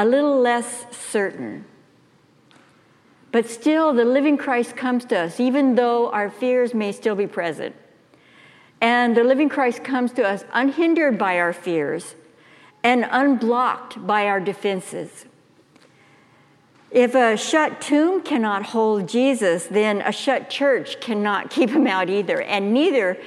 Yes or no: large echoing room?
yes